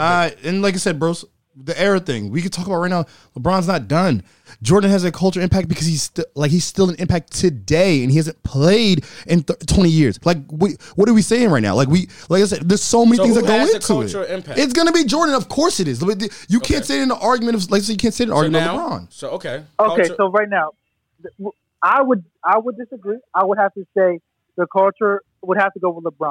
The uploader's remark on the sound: appreciate the call in from a friend of the show